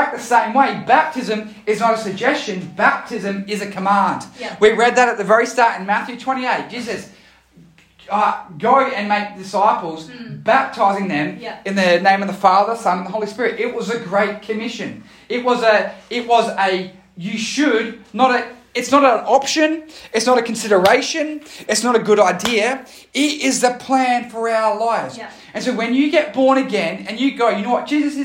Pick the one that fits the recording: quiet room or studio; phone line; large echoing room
large echoing room